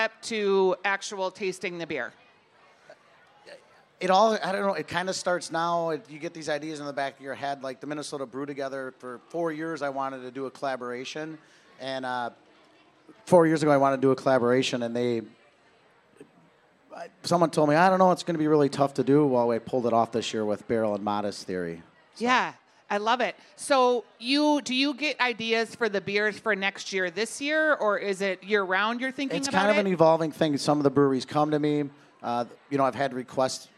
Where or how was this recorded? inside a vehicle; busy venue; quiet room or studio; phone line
busy venue